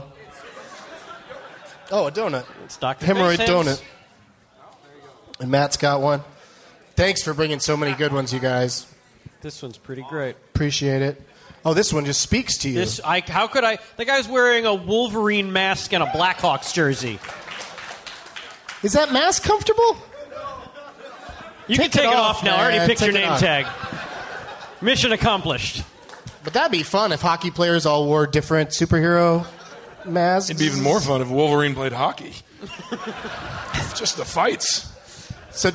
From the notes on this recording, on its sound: Recorded live at Largo at the Coronet in Los Angeles, California on July 14th, 2013.